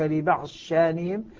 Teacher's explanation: تدغم الضاد في الشين